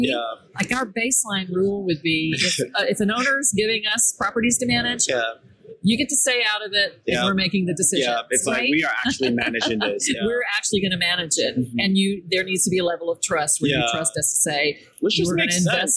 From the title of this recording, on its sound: LIVE AT NAA